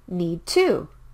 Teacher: The D and T are similar sounds. You can speak one of them